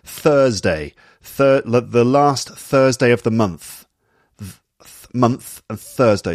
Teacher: There are basically two TH sounds, the voiced and unvoiced ones. The unvoiced one is th, like you get in Thursday